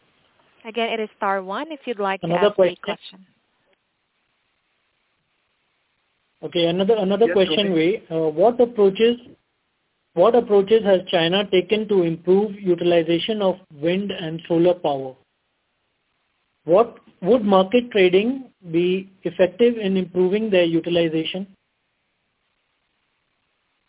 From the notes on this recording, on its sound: Teleconference Replay: China's Power Reform by Fitch Ratings.